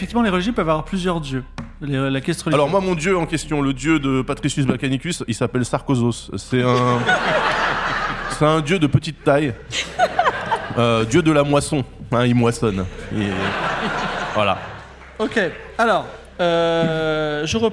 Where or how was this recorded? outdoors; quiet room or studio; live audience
live audience